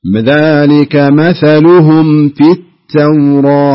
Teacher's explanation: اكتم الميم كاملة ثم ابدأ في الفاء بدون ما يكون هناك إدغام · Term: إظهار